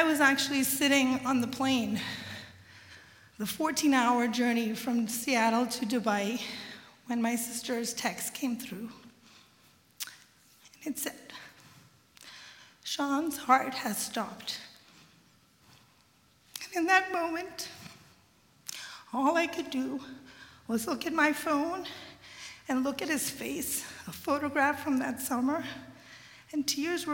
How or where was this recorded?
live audience